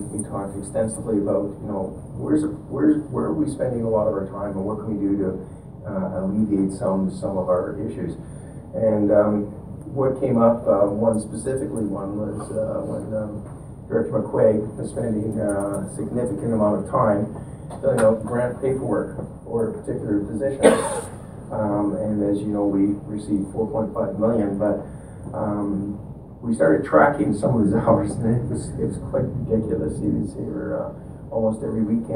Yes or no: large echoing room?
yes